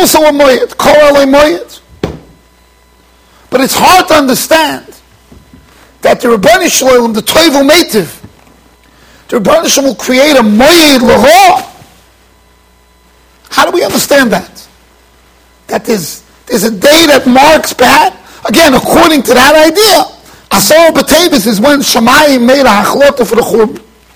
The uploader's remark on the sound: Shiur recorded in Yeshivas Ohr Reuven, Monsey NY.